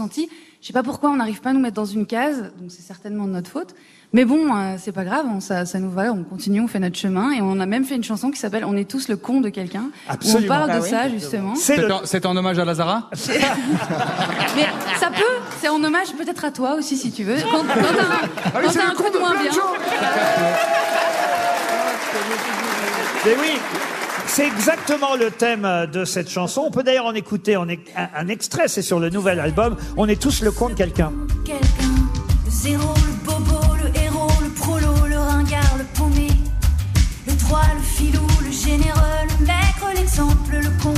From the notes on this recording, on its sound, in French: En live depuis Roanne. Invité exceptionnel des Grosses Têtes à Roanne.